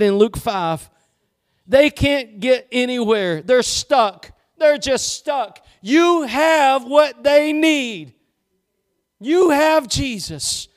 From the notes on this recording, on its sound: Preached at Gospel Lighthouse in Bossier City, La.